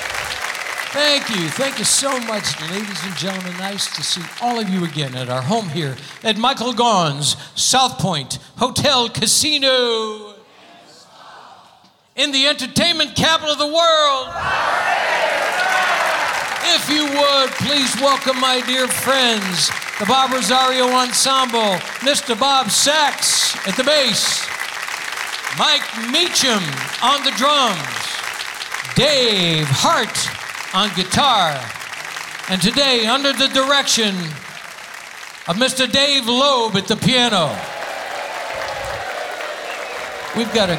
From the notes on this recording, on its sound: Live at the SouthPoint Casino